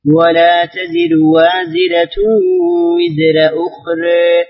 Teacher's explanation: ثم ورش ترقيق الراء في تزر وازرة وزرة، وكذلك تقليل أخرى مع غنة